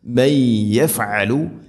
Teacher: നൂനിനെ യാഇലേക്ക് ഇദ്ഗാം ചെയ്ത് കൂട്ടിലയിപ്പിച്ച് മണിച്ചുകൊണ്ട് ഉച്ചരിക്കണം. അതാണ് ഇദ്ഗാം ബിഗുന്ന.